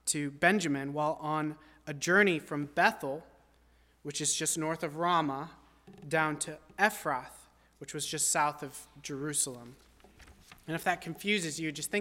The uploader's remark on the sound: At First Baptist Church in Delphi, Indiana.